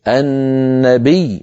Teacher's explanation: فنضغط على صوت الياء ولا نقول على النبي، لا نمدها مدا طبيعيا